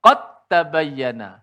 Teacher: dal masuk dalam ta